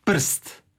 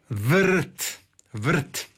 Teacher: tu nemamo vokala, nemamo samoglasnika, nego onda taj R je nositelj sloga · Term: R slogotvorno